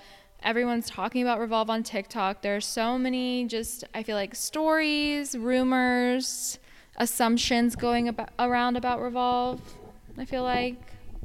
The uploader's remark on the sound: We're coming at you live for this episode from Coachella!